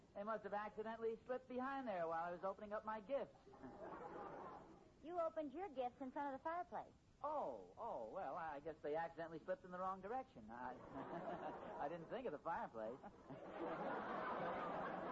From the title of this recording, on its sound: Very Poor Volume